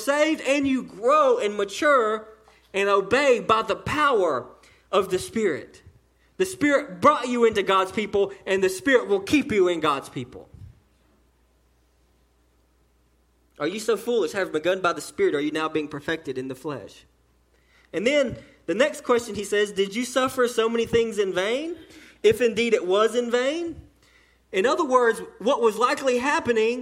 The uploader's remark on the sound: The sermon delivered to Cottondale Baptist Church in Eastman, GA during the 11:00am service.